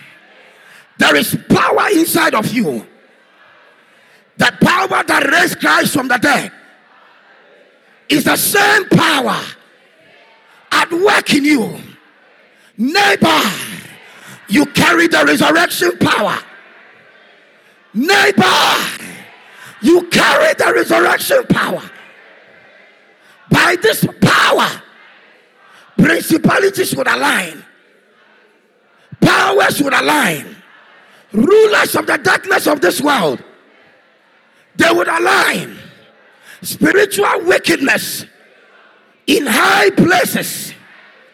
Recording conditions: large echoing room